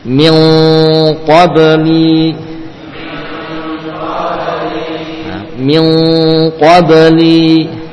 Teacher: Qaf dengan inghilaq, yakni betul munghaliq, mughlaq, jalannya tertutup, terkunci pada lidah, kemudian melewati khayshum, melewati rongga hidung